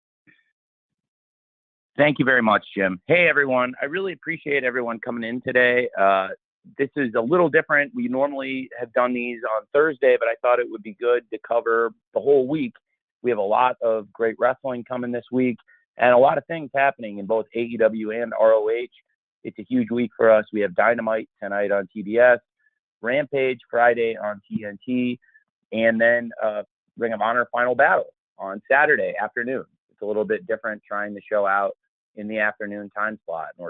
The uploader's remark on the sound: ROH Final Battle Media Conference Call